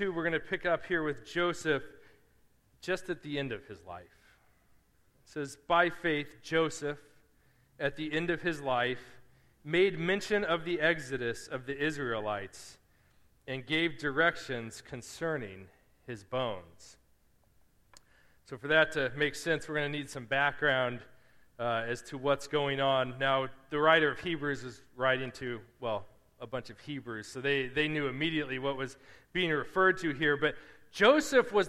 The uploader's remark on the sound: Preached at Restoration Road Church on August 20, 2017.